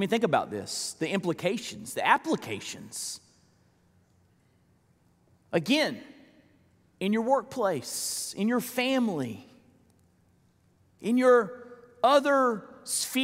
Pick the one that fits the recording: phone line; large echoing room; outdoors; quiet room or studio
large echoing room